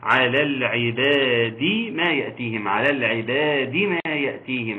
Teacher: تحقيق كسر الدال جيدا في العباد على العباد ما يأتيهم على العباد ما يأتيهم عشان يطلع على العباد ما يأتيهم.